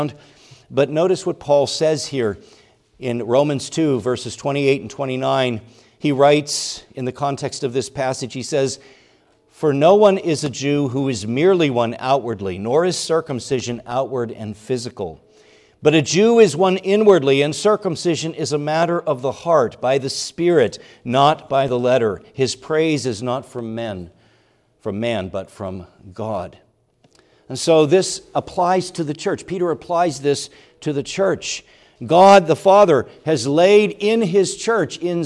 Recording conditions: large echoing room